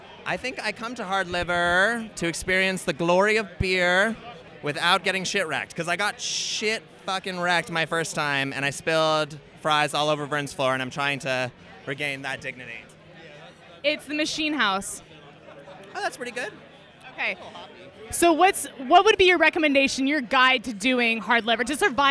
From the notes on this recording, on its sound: These recordings were taken at last year's Hard Liver Barleywine fest at Brouwer's Cafe (Seattle, WA). I talk to people about why they love barelywine and why Hard Liver is the best beer event of the year.